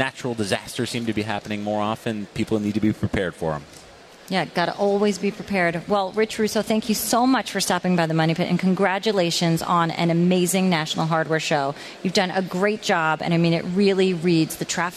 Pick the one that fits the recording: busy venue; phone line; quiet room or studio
busy venue